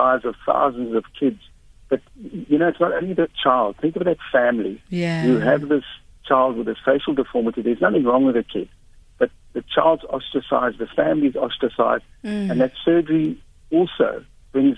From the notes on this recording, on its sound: GUEST (Phone)